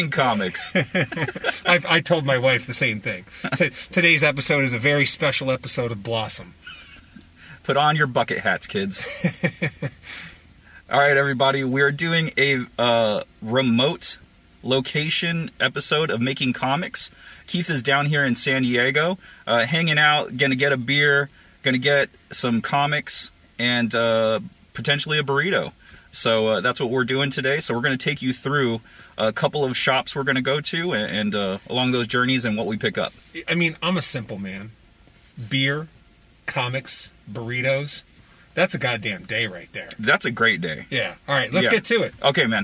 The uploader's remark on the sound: We hit up a couple San Diego comic shops, drank a few beers and recorded all along. The episode was recorded in the field, so there are background conversations, wind noise and other elements not usually present.